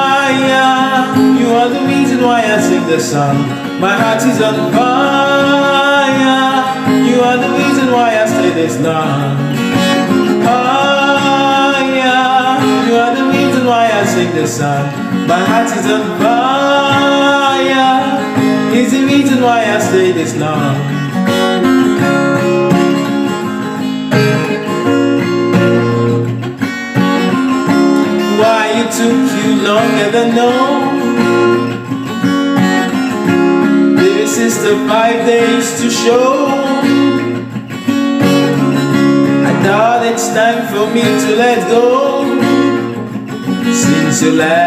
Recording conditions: phone or laptop microphone